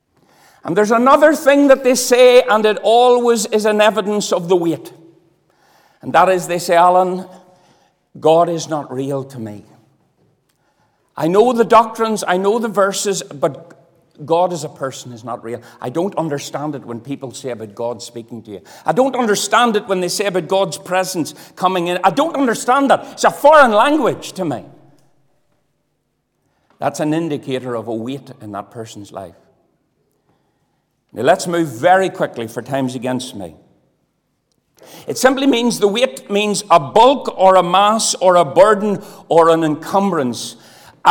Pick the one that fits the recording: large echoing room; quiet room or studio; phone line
large echoing room